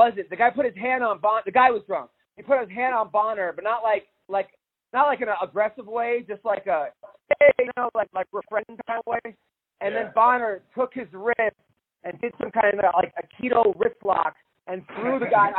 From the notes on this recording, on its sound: conducts a conference call between two MMA Legends